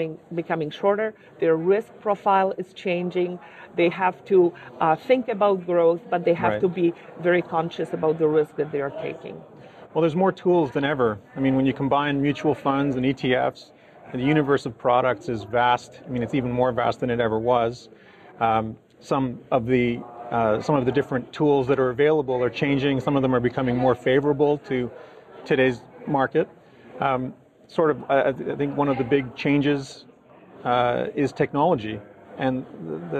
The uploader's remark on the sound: chatted with us at the 2018 Mindpath CETFA ETF Conference